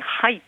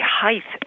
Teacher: Irish people constantly pronounce height as though the word ends with a TH · Shown in: second take